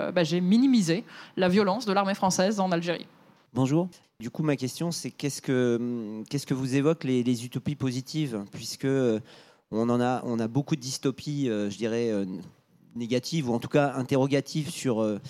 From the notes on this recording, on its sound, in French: cet épisode a été enregistré à la Gaîté Lyrique